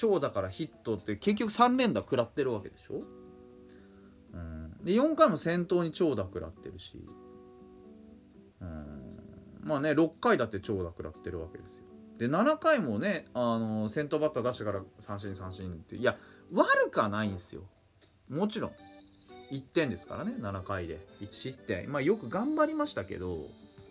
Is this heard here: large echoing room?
no